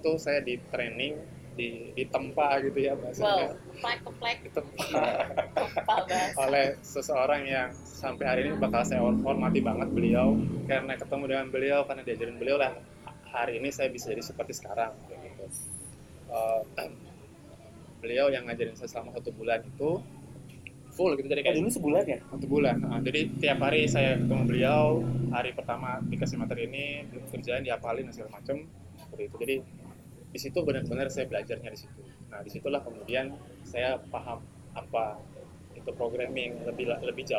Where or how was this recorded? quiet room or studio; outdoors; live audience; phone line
outdoors